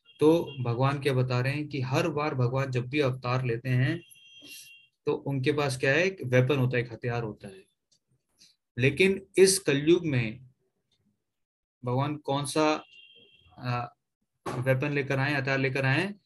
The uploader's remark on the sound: Zoom recorded class.